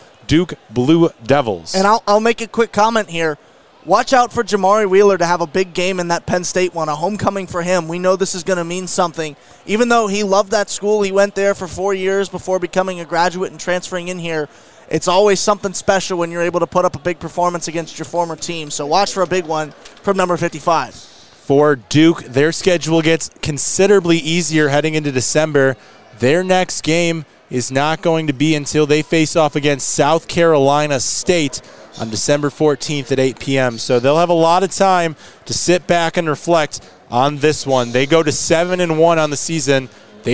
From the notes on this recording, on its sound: React live from the scene of Ohio State's shocking upset over No.